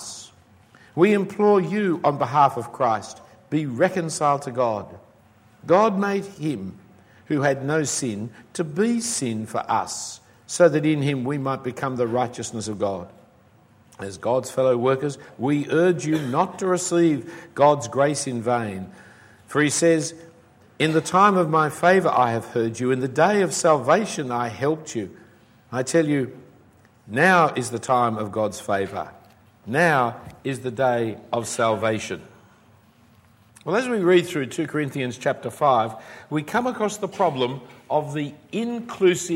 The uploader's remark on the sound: given at a weekend conference for the United Christian Church of Dubai in 2014